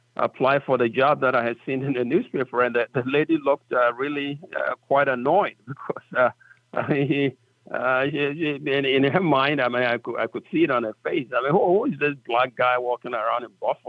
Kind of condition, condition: link, phone line